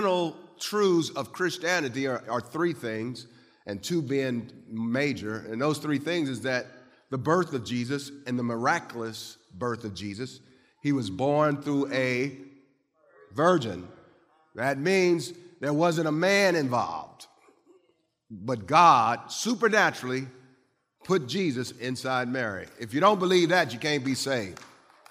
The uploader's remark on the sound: Christmas Eve Service.